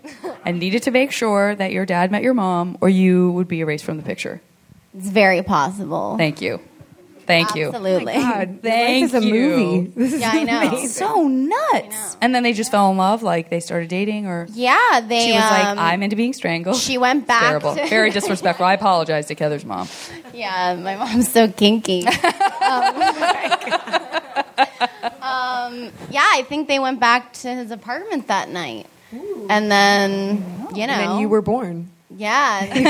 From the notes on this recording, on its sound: Live from LA Podfest. What ensued was an afternoon of music, cookies, fake tattoos, and a double M.A.S.H.